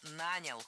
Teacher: Ударение в этом слове падает на первый слог во всех формах прошедшего времени, кроме женского рода. Он нанял, оно наняло, они наняли, но она наняла.